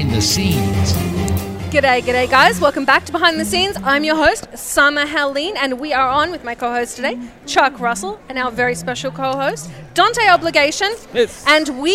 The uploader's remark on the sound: LIVE From Phoenix Comicon 2017